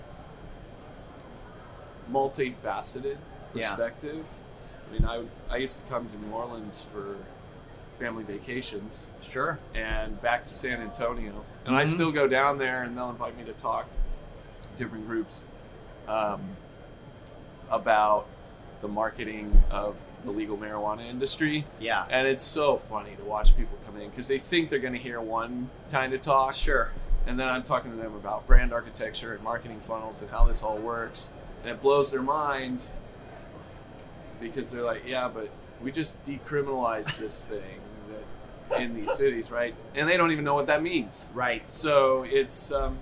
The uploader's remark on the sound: Live from MJBizCoN NEXT.